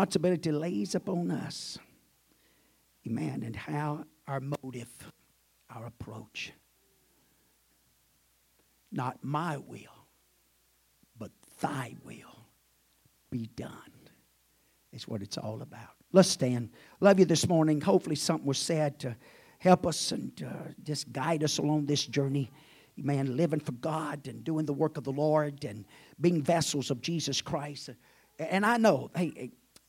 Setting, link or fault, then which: setting, large echoing room